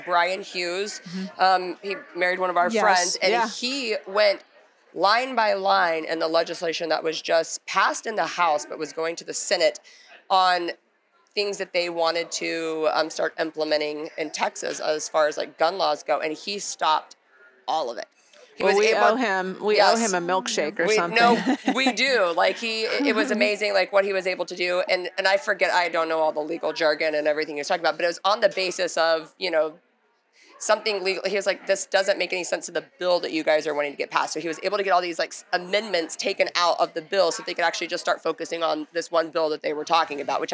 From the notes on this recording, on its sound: live from YWLS